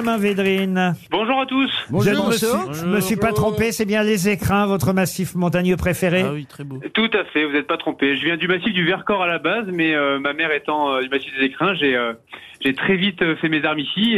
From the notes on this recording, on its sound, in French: au téléphone des Grosses Têtes ce 16 octobre